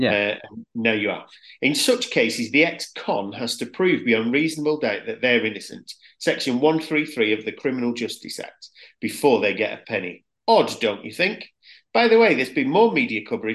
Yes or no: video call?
yes